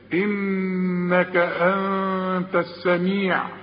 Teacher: منا، ادي النون جات لك تاني، انك انت السميع، انك النون لازم تغن، انت النون التانية دي ما استعملش فيها لساني لانها بدون تشكيل وبتخفى لان بعدها التاء، والتاء من حروف الاخفاء.